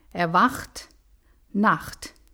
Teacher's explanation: 我们要注意德语字母组合 CH，它们在元音 A 的后面要发成 H